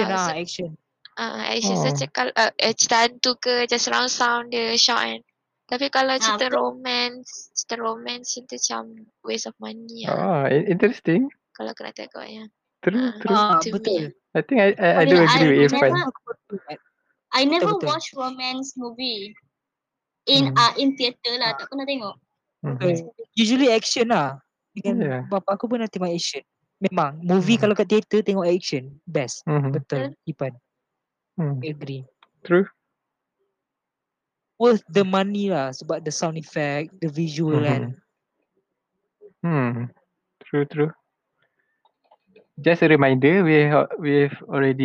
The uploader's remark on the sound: THERE WILL BE A SOUND DISTURBANCE DUE TO THE HOST'S MIC.